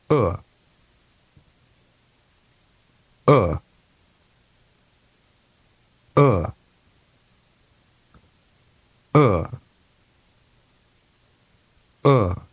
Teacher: When saying U, the tongue should be slightly pulled back and curved high in the back of the mouth. The lips should be somewhat rounded. This vowel is short and lax.